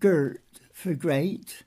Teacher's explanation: there's another process called metathesis, which means a reversal of sounds